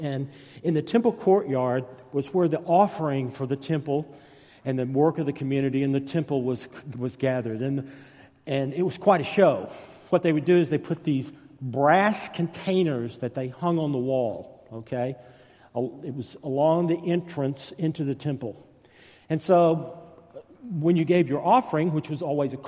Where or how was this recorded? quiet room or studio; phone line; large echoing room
large echoing room